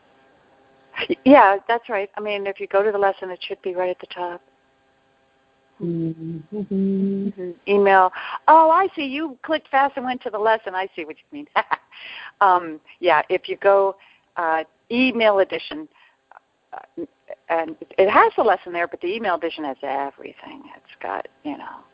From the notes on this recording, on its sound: ACIM Daily TEXT Conference Call